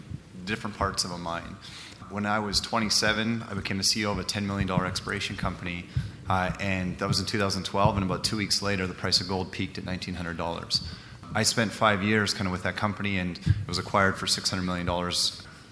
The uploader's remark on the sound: Recorded live at the Canadian Mining Symposium at Canada House in London, U.K., in April.